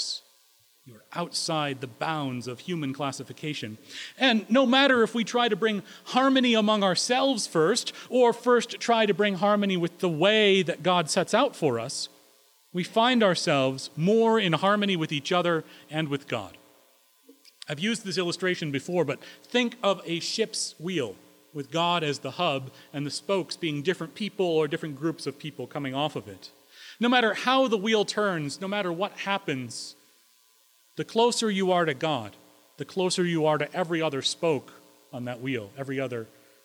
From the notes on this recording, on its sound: Recorded May 22, 2016 at Corona United Presbyterian Church, New Mexico